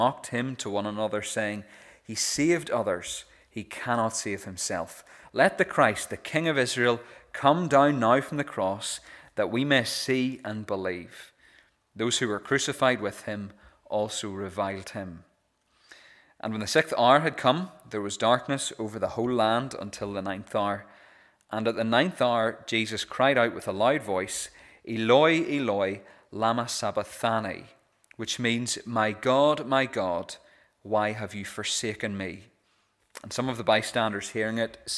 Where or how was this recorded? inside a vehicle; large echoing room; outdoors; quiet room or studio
large echoing room